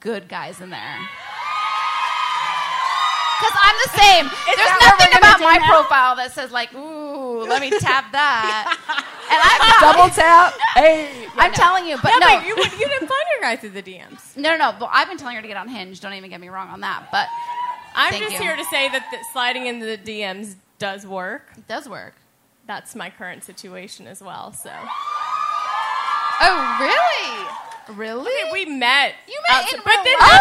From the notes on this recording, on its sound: We’re live from our sold out show at The Roxy in Los Angeles!